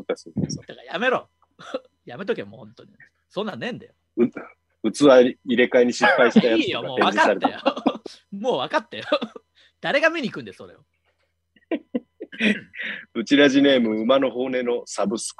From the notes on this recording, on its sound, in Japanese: 状況を鑑みて、大事をとって久しぶりのZoom収録です。